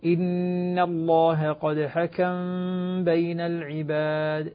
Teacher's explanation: فالآن عندنا إذن الميم قبل الباء، العمل الذي يكون نسكن الميم ونخفي الميم عند الباء مع الغنة · Term: الإخفاء الشفوي